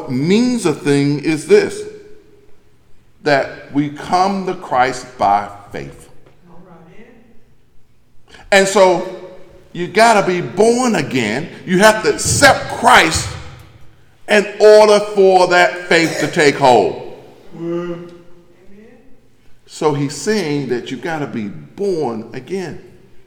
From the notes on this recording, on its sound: delivered on March 5th from The Greater Bethel, African Methodist Episcopal Church in Athens, Georgia